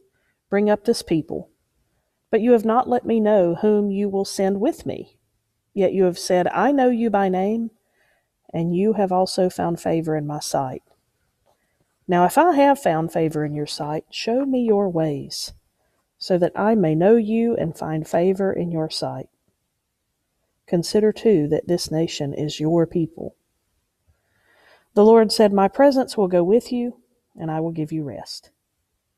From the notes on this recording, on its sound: Preached at Unity Moravian Church.